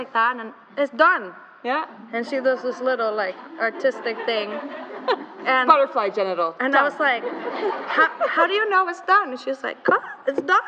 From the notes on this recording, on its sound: Live from the Scottsdale Museum of Contemporary Art